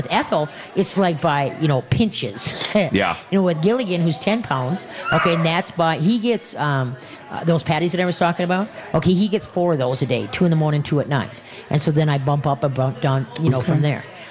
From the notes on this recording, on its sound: We are LIVE from the New Chuck and Don's